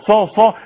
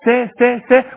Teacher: الصاد صاد صاد صاد، انما سا سا سا مرققه